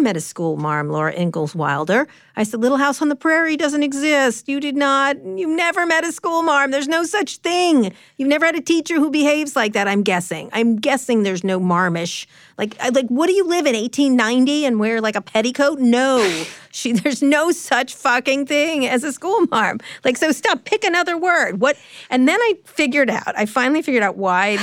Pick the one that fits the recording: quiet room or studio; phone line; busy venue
quiet room or studio